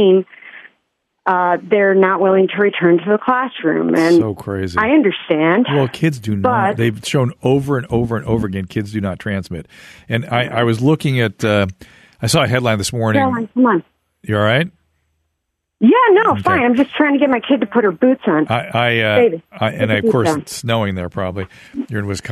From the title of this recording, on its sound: Listener Phone Calls